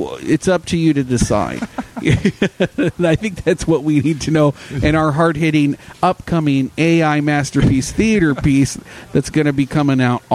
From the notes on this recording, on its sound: This week's show was recorded at the Game Room Social Club in the former Lizzy McCormack's space in downtown Orlando.